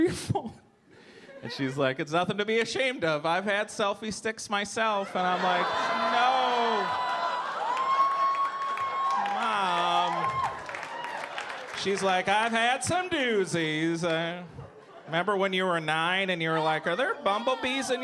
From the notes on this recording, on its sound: Gotham Comedy Live